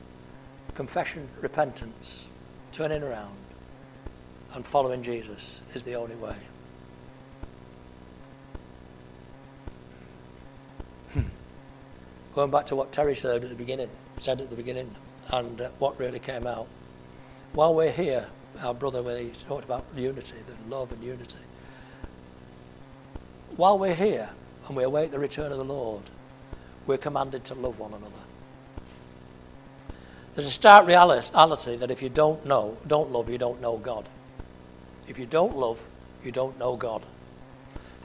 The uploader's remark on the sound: at Family Church Westhoughton